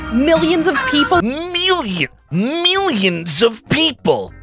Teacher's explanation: Really pronouncing it, stretching out every syllable in that reporter voice.